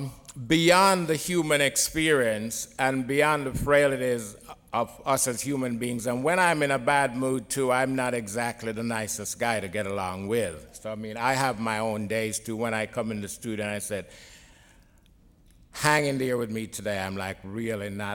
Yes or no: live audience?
yes